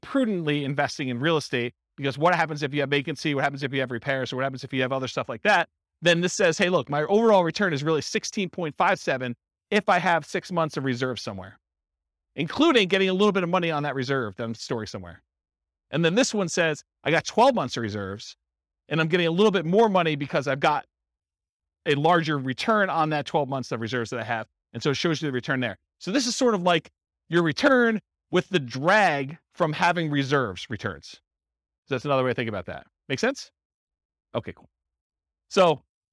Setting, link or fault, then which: setting, live audience